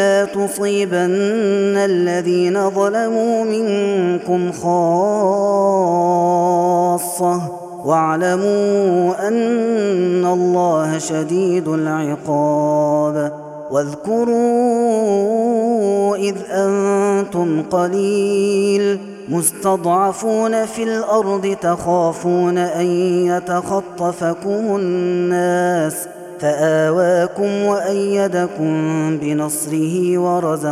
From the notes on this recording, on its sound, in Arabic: هذا التسجيل من صلاة التراويح